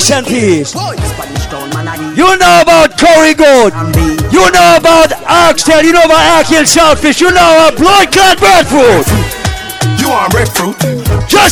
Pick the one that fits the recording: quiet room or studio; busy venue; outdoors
busy venue